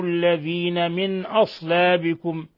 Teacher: نون ساكنة جاء بعدها الهمزة إظهار حلقي